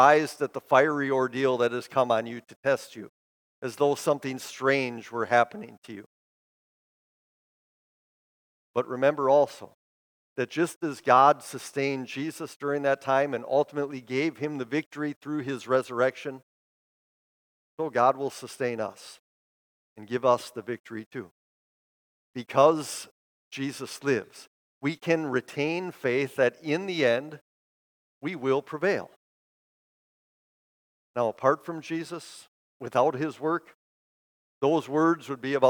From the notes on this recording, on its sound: Preached this sermon at Bethany's Sunday worship on May 14, 2023. Bethany, Appleton, WI.